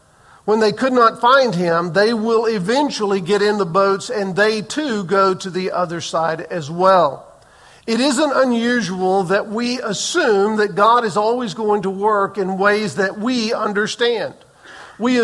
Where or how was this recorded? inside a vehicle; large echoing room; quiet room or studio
large echoing room